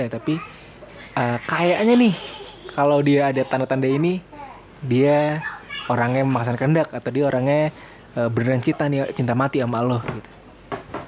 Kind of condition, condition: fault, sounds in the background